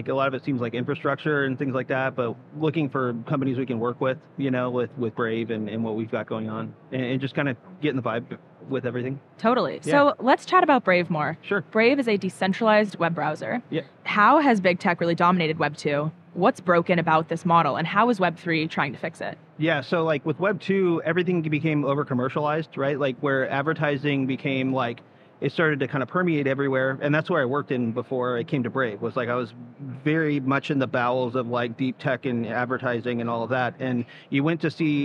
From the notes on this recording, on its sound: Live from Consensus 2023